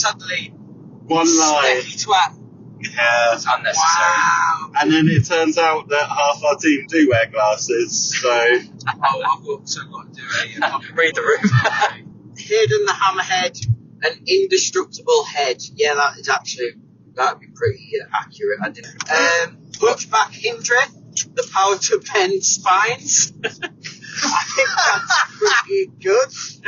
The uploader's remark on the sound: Sorry about the sound quality, this pod took place on the M20. In Tonbridge.